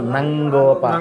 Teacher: ఉతైనం అక్కడ మకారం వచ్చిన తర్వాత గకారం వచ్చింది కాబట్టి ఆ మకారం ఏమవుతుందంటే అంగా అవుతుంది. ఉతైనం గోప, ఉతైనం గోప నమ్ కాదు నంగోప, ఉతైనం గోప, ఉతైనం గోప